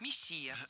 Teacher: ударение в этом слове падает на второй слог